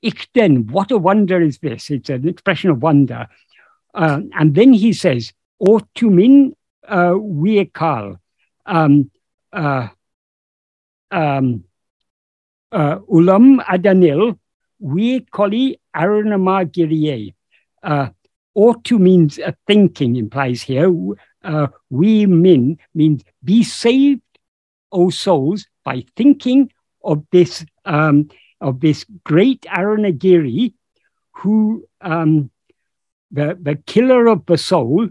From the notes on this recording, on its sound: In a Zoom meeting of the ‘Ramana Maharshi Foundation UK’ on 10th September 2022. This second portion of the meeting is posted here as this video.